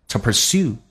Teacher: To 不被强调可以说成 T 加个 A 叫 T